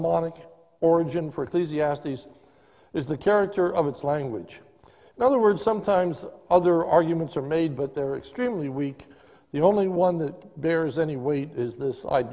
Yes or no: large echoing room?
yes